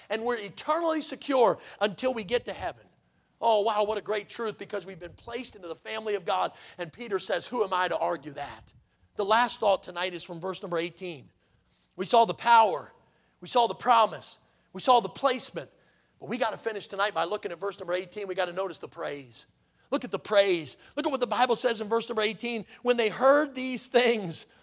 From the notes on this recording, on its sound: in the Sunday Evening Service on July 30, 2023, at Victory Baptist Church in Boonsboro, Maryland